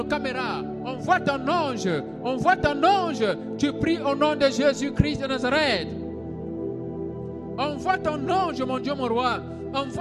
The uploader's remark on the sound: Sunday Live Service